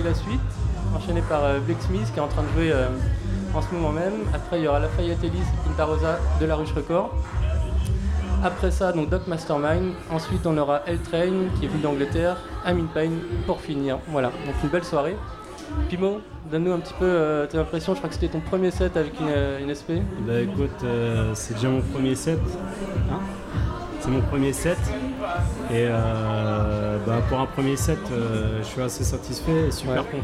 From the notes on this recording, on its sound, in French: Pour l’occasion, nous avons réalisé l’émission en direct de LaPlage de Glazart, en prolongeant jusqu’à minuit pour retransmettre les lives de la soirée.